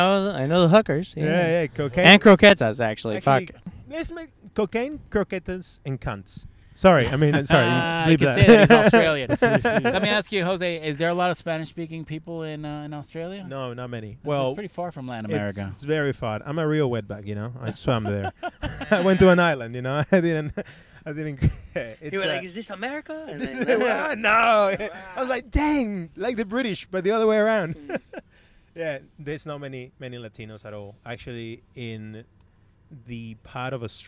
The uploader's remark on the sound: On this episode, we are in the car. With several Drop-Ins. Recorded at Thank You Miami.